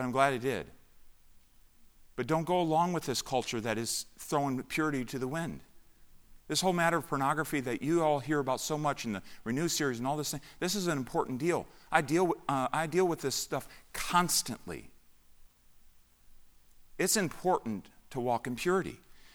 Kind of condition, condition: setting, large echoing room